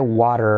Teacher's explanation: Semiclave W. Semiclave T convertida en R